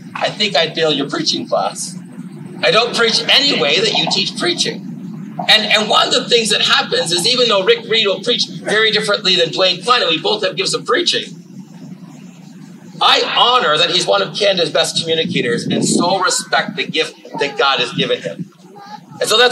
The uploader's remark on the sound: This was our first outdoor service. We apologize for the noise that is a part of this recording.